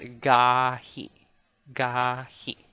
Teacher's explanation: whether it's onset, in the middle, or at the end, it's always a plosive stop sound. You don't really like, you don't aspirate it.